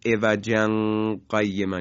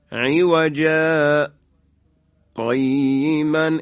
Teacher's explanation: به الف تبدیل میشه، به اندازه تقریبا دو حرکت صوتمون یه لحظه قطع میکنیم اما نفس دیگه نمیگیریم · Shown in: second take · Term: سکت